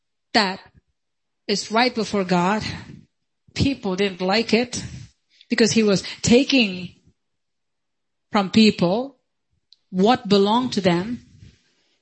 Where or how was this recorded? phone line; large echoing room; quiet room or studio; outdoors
large echoing room